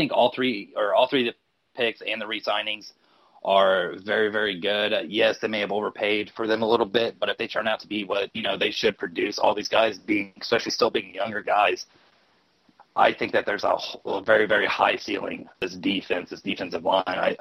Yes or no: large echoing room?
no